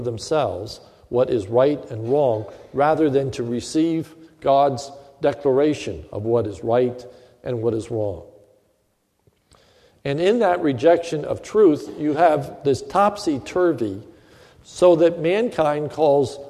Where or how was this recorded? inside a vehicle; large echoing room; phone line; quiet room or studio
large echoing room